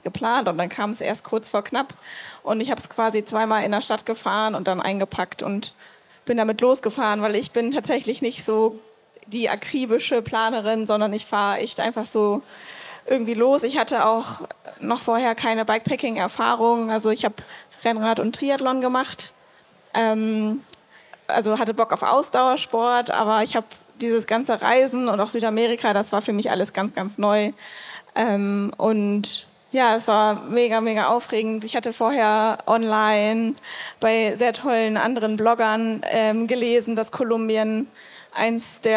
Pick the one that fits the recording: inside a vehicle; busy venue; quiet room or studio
busy venue